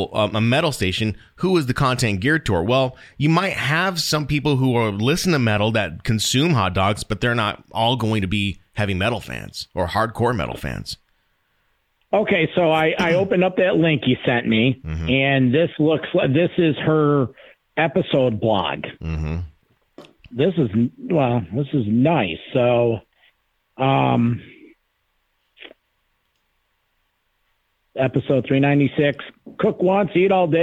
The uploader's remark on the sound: Recorded on December 24th, 2020, this consultation call was over an hour long